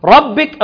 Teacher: الره مفخمة لأنها إيه؟ لأنها مفتوحة